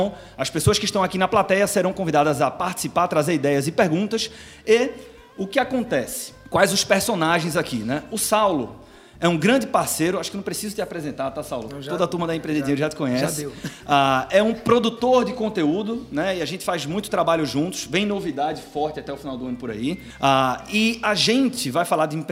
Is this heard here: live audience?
yes